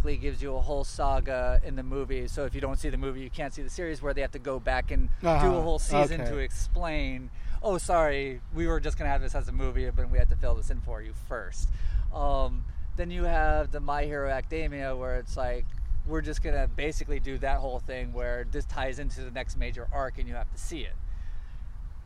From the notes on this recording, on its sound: met up to record a new episode at El Dorado Park